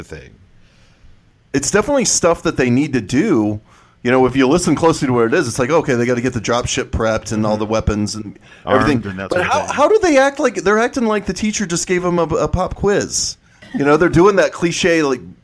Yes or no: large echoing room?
no